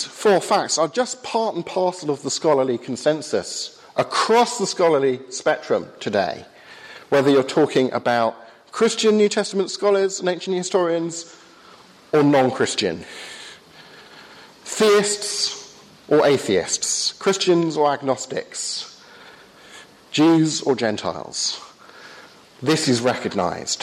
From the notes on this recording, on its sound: hosted by the Cardiff Insistute for Contemporary Christianity at Highfields Church Cardiff, Easter 2015.